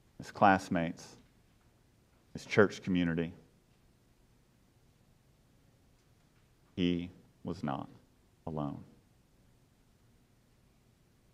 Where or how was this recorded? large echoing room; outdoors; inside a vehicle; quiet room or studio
large echoing room